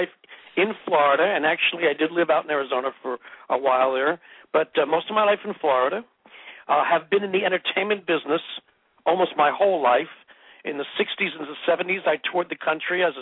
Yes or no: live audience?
no